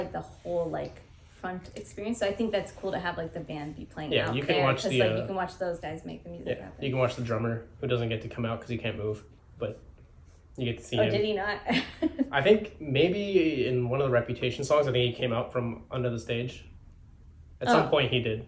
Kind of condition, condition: fault, poor microphone